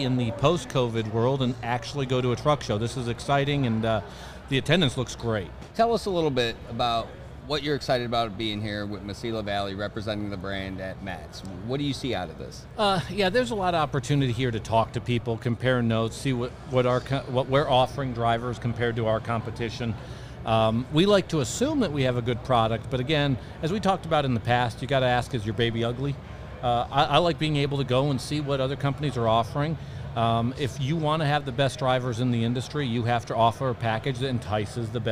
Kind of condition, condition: setting, busy venue